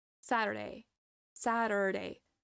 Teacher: in British English they have that t sound. But in American English, it just turns into a d sound.